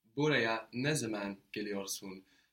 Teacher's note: So here you are stressing actually the ne zaman, when.